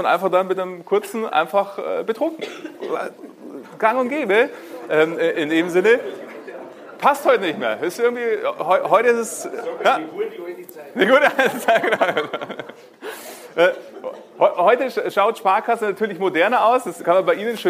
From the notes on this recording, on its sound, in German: Mit der freundlichen Genehmigung der Sparkasse Ingolstadt Eichstätt kann ich Dich heute mal zu einer Live-Veranstaltung mitnehmen. Vor Vorständen, Führungskräften und Mitarbeitenden habe ich zu diesem Thema einen Impulsvortrag gehalten.